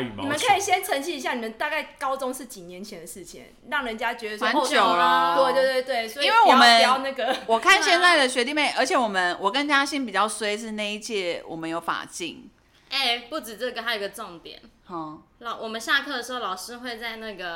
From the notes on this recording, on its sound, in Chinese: 邊哄小孩邊錄音超敬業 聲音距離較遠敬請見諒。